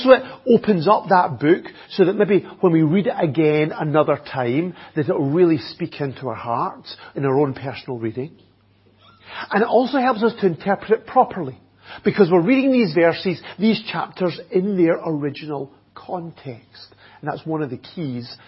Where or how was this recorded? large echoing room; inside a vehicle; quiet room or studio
large echoing room